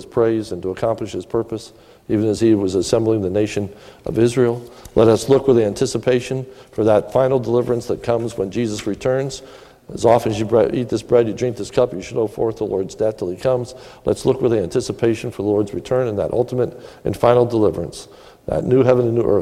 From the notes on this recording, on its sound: This is a sermon recorded at the Lebanon Bible Fellowship Church in Lebanon, PA on 12/31/2017 during the evening communion service